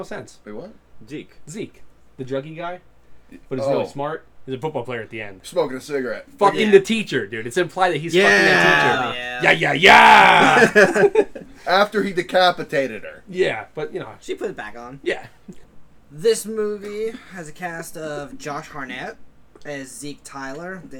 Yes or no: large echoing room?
no